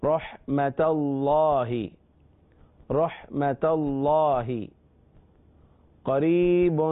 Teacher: اور جب میم کے ساتھ ملائیں گے تو اب قریب نون کی آواز نہیں آئے گی